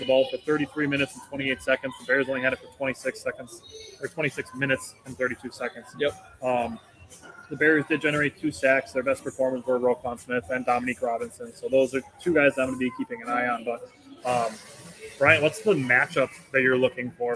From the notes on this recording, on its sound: LIVE SHOW! We are back on a Sunday Gameday special at Gameday Sports Bar in Appleton.